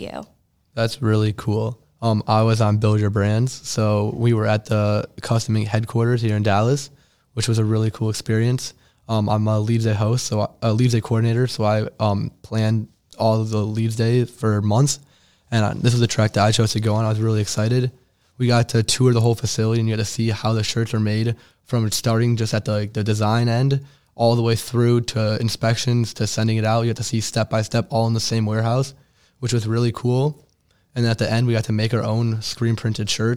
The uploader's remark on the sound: we are LIVE from International Convention 2023